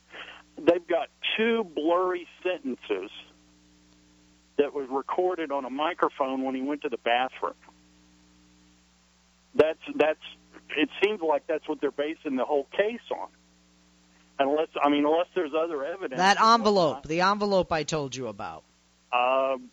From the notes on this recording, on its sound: During open phones. Callers joined the conversation.